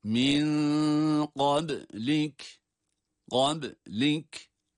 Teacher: ihfa sebebiyle nun gizleniyor. Fakat gizlenen nun ince olarak tutuluyor. Kalın değil. Kalın okunan gaf harfidir.